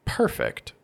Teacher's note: I say perfect with my stress on the first syllable, this is actually the adjective.